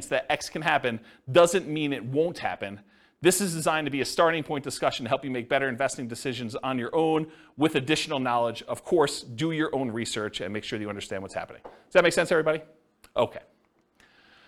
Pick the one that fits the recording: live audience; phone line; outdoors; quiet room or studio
live audience